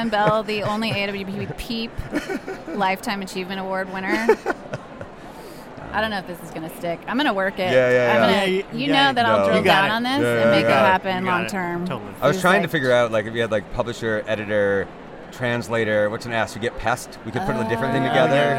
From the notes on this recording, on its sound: Live from the conference floor at AWP 2023.